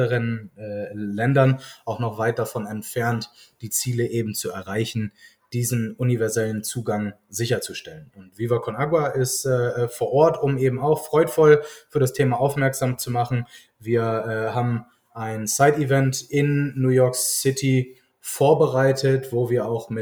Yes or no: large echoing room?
no